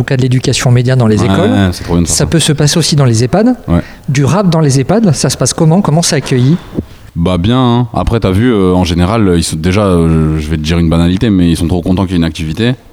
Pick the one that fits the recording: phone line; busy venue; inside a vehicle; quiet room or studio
busy venue